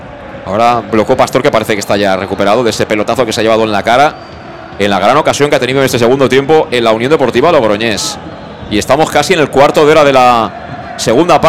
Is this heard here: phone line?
no